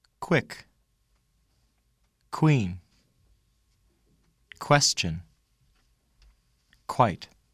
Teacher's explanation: Do not make the puff of air when k is followed by the sound w.